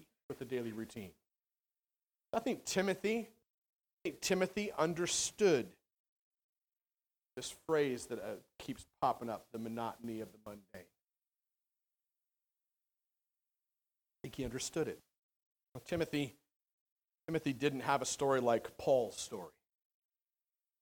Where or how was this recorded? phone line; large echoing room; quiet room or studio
large echoing room